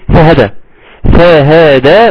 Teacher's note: كل حرف بياخد الزمن بتاعه لان عندي ثلاث فتحات متتاليه فهدى، والالف بتاع فهدى قد الالف بتاع فسوى قد الالف بتاع الاعلى.